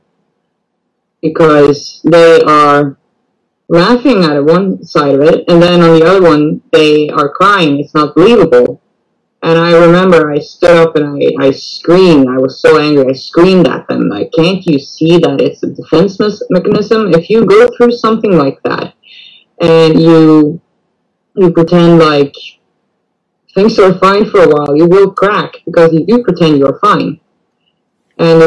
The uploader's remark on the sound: This video was recorded in a live video in the PTSD Buddies Facebook group.